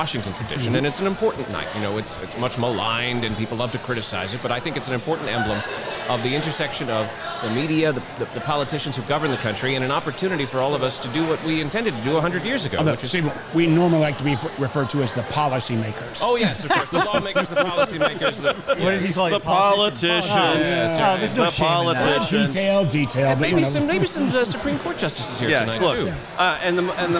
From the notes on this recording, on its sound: Live from The White House Correspondents’ Dinner. At the CBS News-POLITICO pre-reception. This originally aired live on SiriusXM.